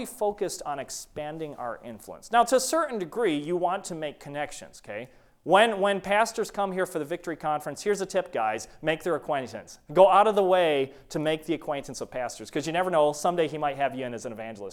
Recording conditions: large echoing room